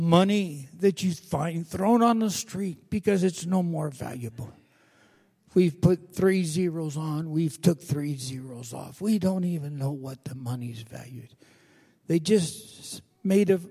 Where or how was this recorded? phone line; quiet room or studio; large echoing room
large echoing room